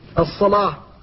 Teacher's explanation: فالألف هنا مفخمة لأنها بعد اللام المفخمة في رواية ورش